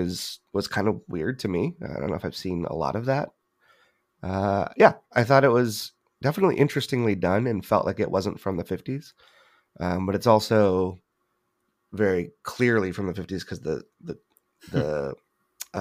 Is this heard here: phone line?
no